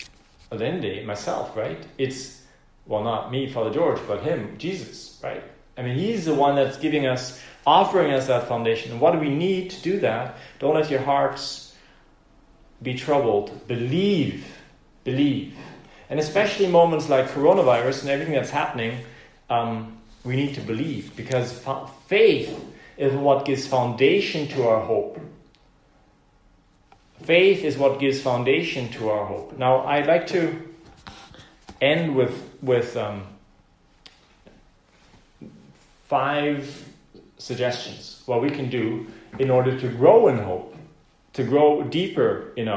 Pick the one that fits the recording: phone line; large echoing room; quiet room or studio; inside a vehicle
large echoing room